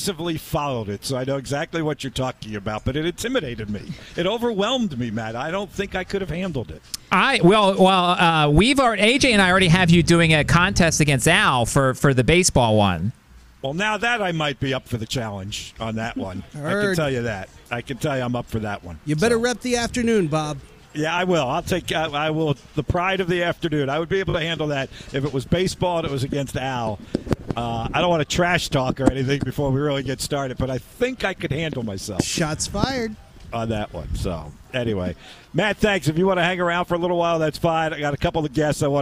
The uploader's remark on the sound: live on remote at RF&P Park in Glen Allen for the Babe Ruth 13 Year Old World Series